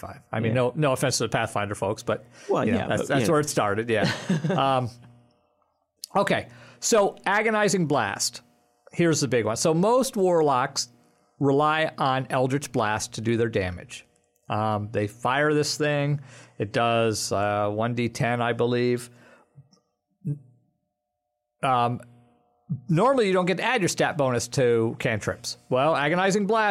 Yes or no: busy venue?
no